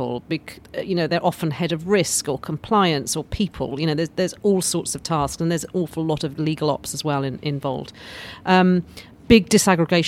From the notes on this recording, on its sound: Live from the GC Strategy Summit. Comes to you live from The Lawyer ’s recent GC conference in Bedfordshire. Join to tell listeners what they’re hearing behind the scenes at the conference.